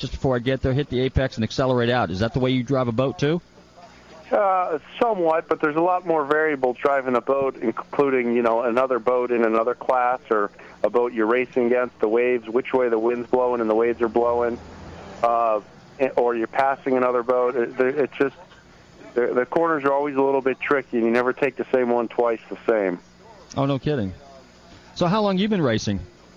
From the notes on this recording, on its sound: Live remote at Nauti Nancy's